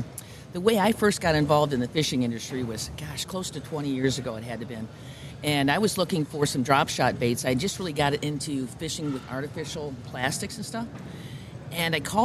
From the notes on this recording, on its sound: We are Live at the Ultimate Fishing Show in Novi, MI at the suburban collection showplace.